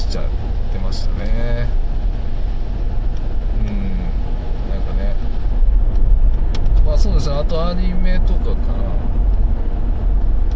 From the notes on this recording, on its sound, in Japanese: 運転中。夜の車の中でただただ最近のことを思い出しながら。